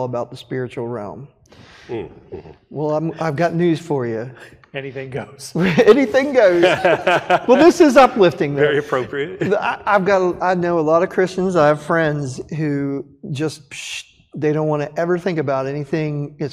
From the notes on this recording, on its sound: We had a hardware failure on our computer so we had to move to the sanctuary to record.